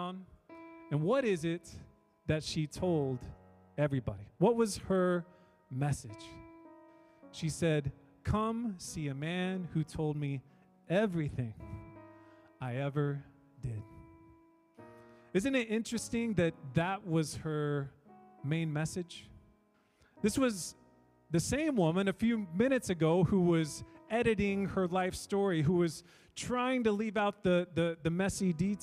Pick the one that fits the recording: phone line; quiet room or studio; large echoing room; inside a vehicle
large echoing room